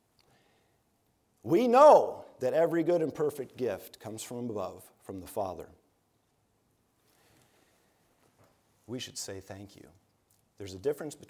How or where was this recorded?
large echoing room